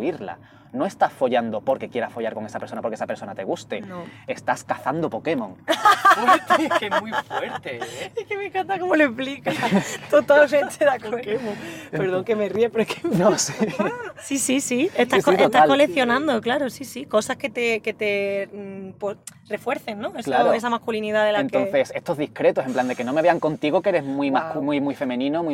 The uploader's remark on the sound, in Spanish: mientras damos un paseo por el barrio de Vallekas